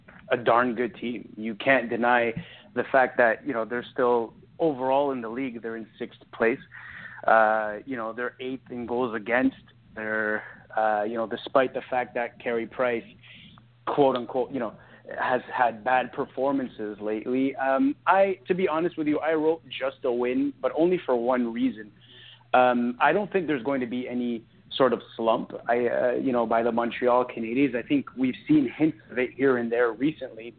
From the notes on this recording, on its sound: We take your phone calls.